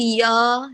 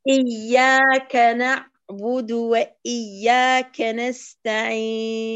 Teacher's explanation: بس هو ينقصك ترقيق الياء، لا تقول يا، لا تفخميها، بترققيها · Shown in: second take